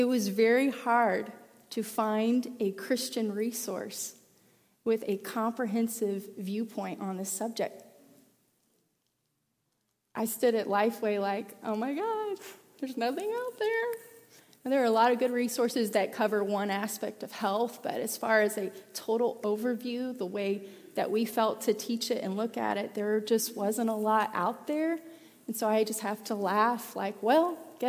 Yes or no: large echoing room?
yes